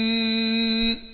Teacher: يبقى اذا انا هنا هخفي النون مع بقاء الغنى فيها بدون تجديد، يبقى اقول ايه؟ عين، وقمت انا عامل غنة في النون بمقدار الحركتين · Term: الإخفاء